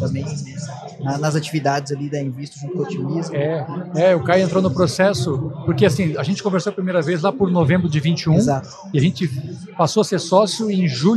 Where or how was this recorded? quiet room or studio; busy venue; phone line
busy venue